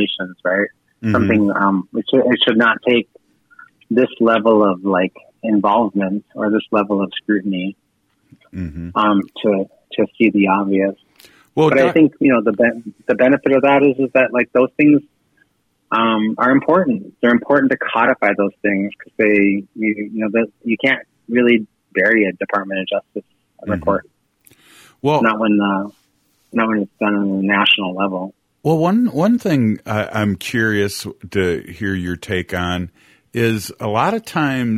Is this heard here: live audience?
no